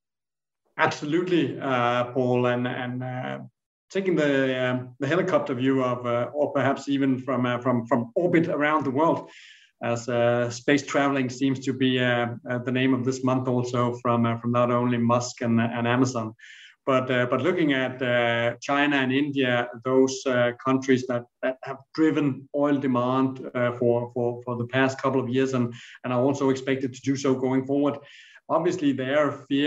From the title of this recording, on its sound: A Reuters Events Webinar